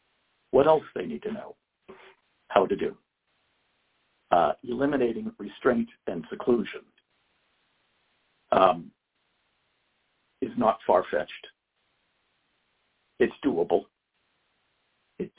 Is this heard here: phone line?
yes